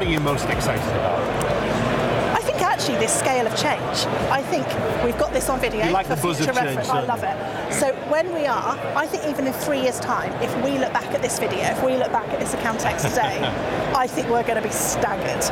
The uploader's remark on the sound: Live from Europe's Biggest Event 'Accountex'. A series of live interviews from Accountex 2022 in London. AIBN were the official broadcast partners of the event which featured the great and the good in the world of accounting and the many software/fintech vendors to the profession.